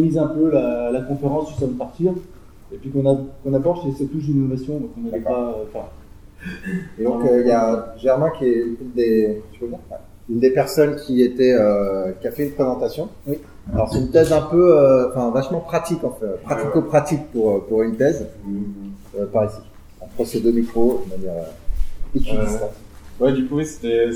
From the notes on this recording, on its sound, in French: Un épisode en direct du Snowcamp 2016 à Grenoble.